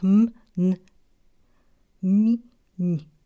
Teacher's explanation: w momencie ich wymawiania powietrze przepływa też przez nos i te głoski nosowe to na przykład m, n, mi, ni